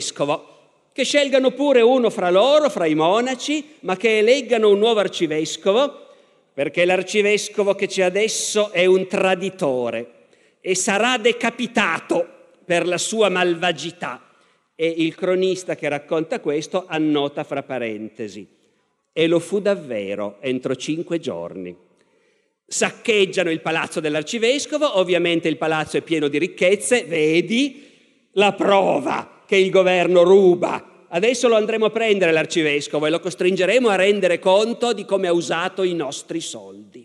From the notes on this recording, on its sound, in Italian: Ecco la terza e ultima puntata dal Festival della Mente 2019.